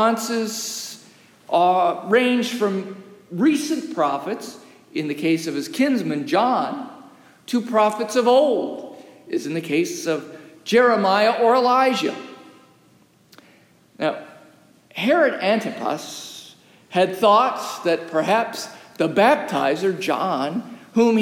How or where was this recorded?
large echoing room